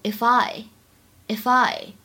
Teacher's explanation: if 和 I 可以选择做连读，我们可以读成 if I, ifI